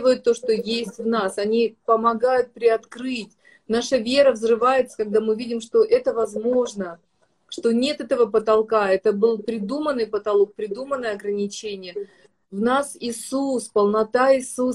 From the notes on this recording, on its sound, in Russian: Запись второй части прямого эфира из инстаграма